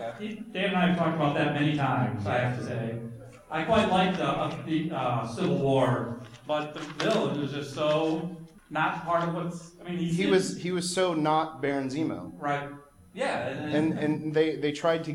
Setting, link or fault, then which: setting, live audience